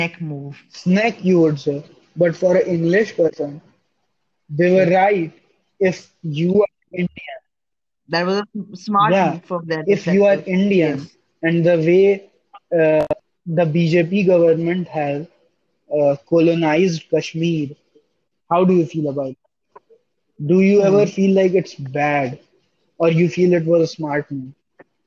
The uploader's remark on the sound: sorry for the bad sound quality